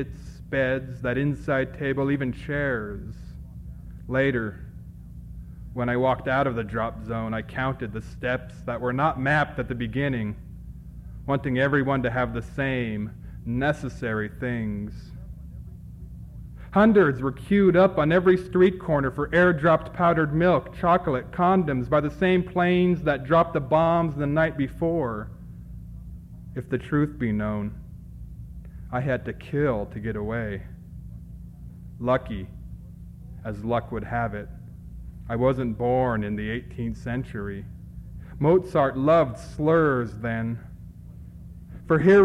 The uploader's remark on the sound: On the first night, at the Tischman Auditorium, panelists read from writers who first influenced them, and then from their own work.